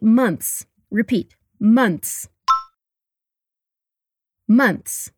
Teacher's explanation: when we put it in plural form, the th sound becomes more subtle